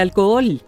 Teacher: Esta palabra contiene un hiato porque las dos OEs son vocales abiertas, así que se deben pronunciar las dos.